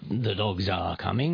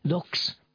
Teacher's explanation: G-re végződik, és akkor az S Z-vé változik · Shown in: first take · a többes szám, és a kiejtés the dogs are coming, a kutyák jönnek, tehát Z lesz belőle.